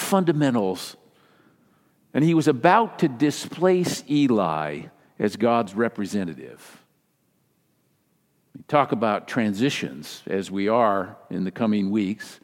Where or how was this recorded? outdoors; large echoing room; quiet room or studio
large echoing room